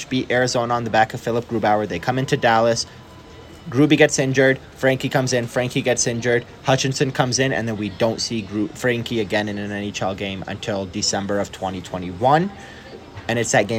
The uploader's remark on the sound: quick hit post-game live from Ball Arena edition of Hockey Mountain High